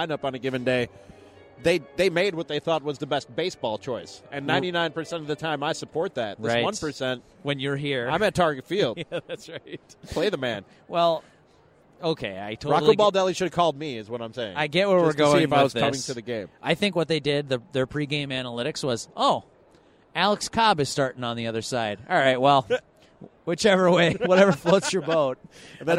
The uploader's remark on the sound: La Tortuga Night at Target Field. This show is a review of the experience recorded at the venue.